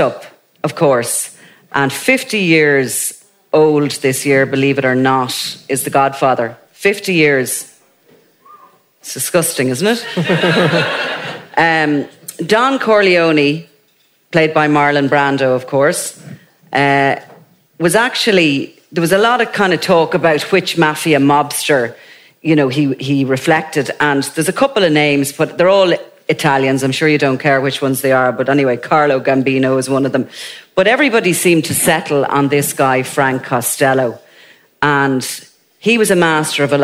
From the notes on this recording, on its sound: This special, live edition of The Dingle Whiskey Movie Club from a packed Sugar Club in Dublin. Before a live audience.